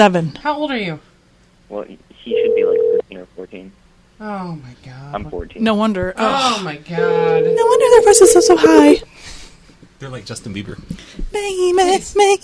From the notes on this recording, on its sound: RBCP's Personal Prank Phone Calls Collection